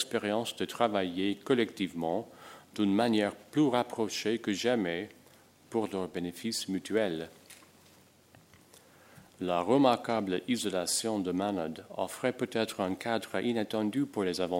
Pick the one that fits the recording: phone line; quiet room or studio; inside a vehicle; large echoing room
large echoing room